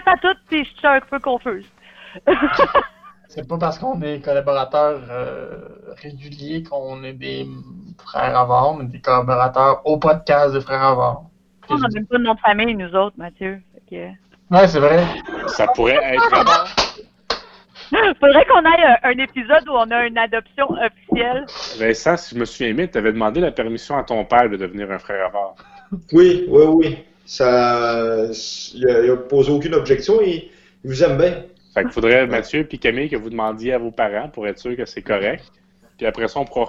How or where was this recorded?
phone line